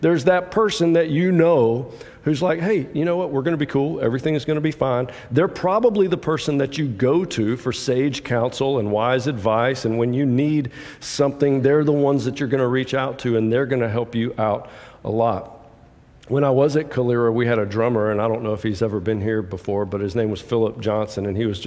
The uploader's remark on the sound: preaches from John 15:1-12 at the 8:30 contemporary service at Restore